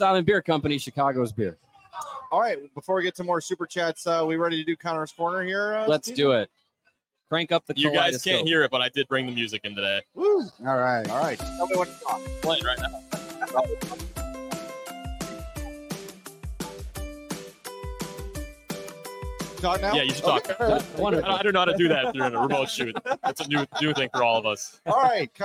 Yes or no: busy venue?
yes